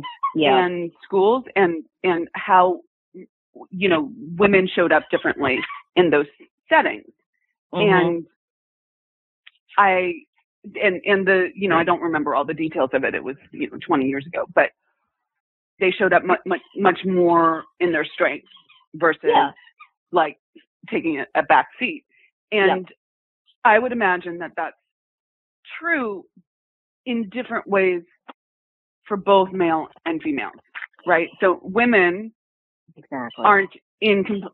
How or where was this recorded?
phone line